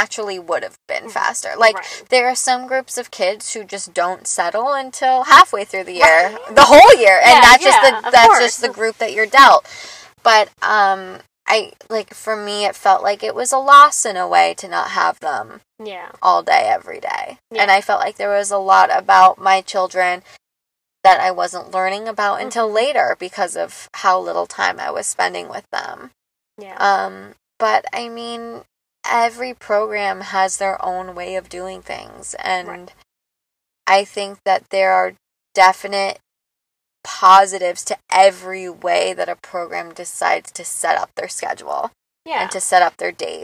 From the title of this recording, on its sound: Small Mics. Big Car. Soft Smiles.